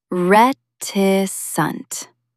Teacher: Stress the first syllable